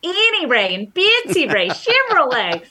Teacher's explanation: the a vowel, like the word cat, gets raised, meaning the tongue is lifted higher than it is traditionally in that vowel. · Term: Northern Cities shift